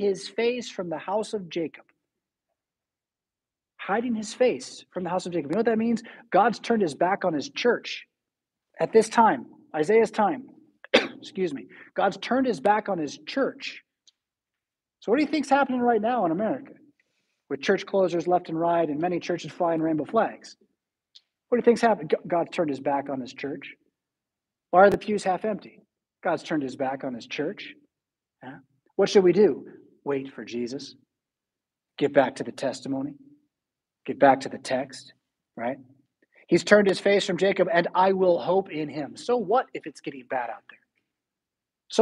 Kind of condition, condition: setting, large echoing room